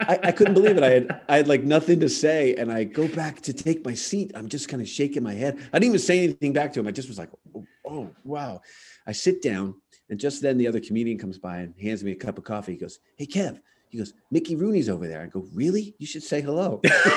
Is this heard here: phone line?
no